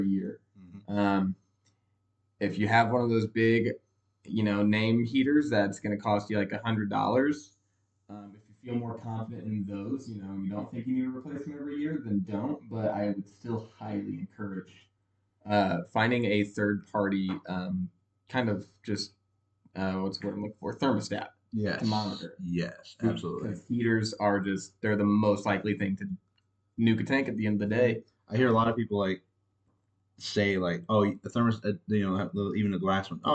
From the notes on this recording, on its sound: We apologize for audio quality, the new mics and headphones will arrive in the next week or so.